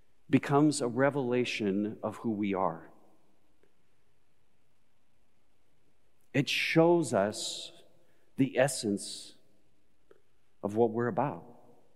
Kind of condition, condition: setting, large echoing room